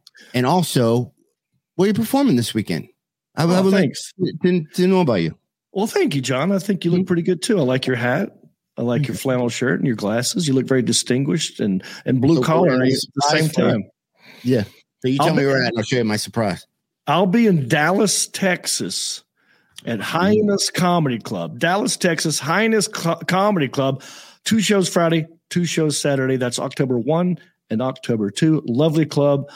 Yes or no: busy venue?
no